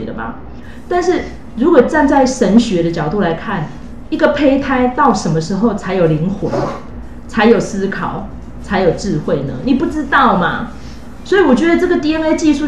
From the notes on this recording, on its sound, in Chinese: 本集錄音音質不佳